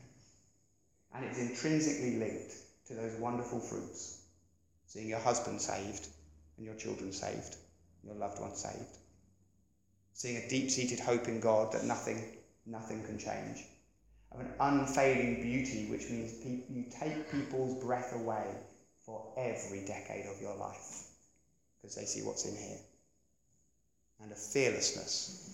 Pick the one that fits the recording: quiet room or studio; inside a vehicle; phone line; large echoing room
large echoing room